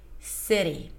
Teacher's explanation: Relaxed I, flappedt, high E.